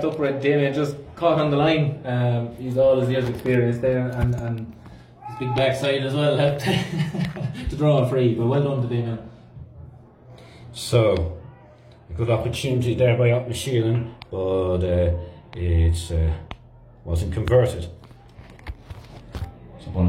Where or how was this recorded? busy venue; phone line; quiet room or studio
busy venue